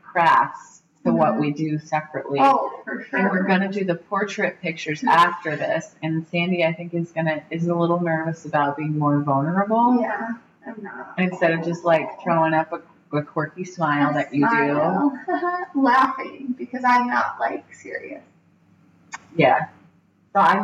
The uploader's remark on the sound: Our apologies for the audio quality…but never the vibe! We’re so used to long distance, we were too busy being excited to be in the same room to notice!